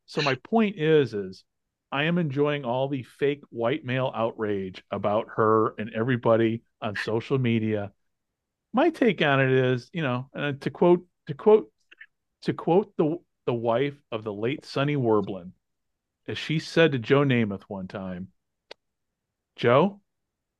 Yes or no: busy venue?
no